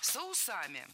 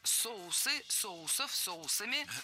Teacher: Ударение в слове «соус» всегда должно сохраняться на первом слоге. · Shown in: second take · Поэтому «соусы», «соусов», «соусами».